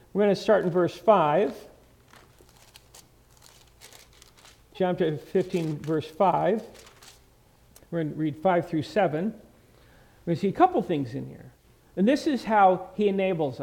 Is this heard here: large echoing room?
yes